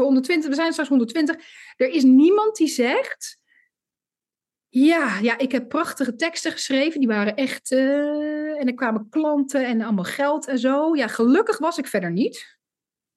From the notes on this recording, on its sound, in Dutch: Live opgenomen tijden een coachcall van Master Your Story, hét storytelling-programma voor ondernemers.